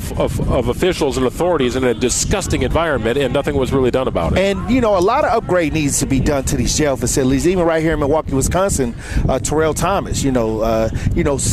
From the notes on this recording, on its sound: LIVE from the Milwaukee Night Market